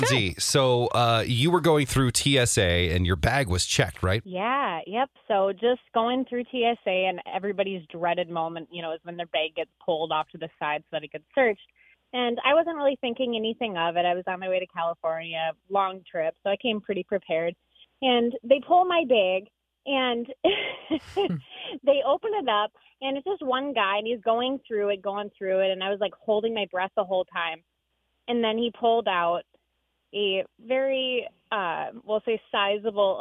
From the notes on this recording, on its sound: A texter to the show is convinced to call. On 94.5 KS95.